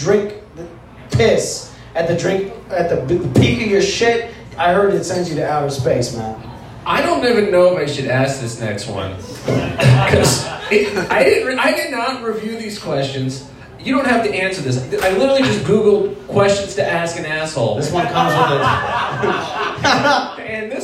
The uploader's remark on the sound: Live at The Waterwheel